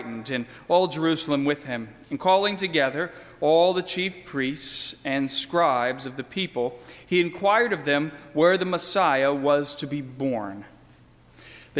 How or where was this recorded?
large echoing room